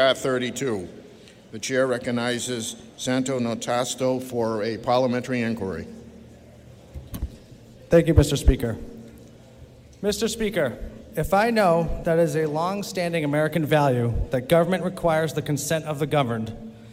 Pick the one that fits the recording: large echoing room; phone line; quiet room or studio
large echoing room